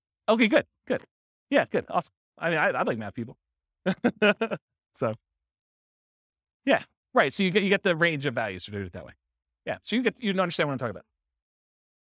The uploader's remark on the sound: This was a live class recorded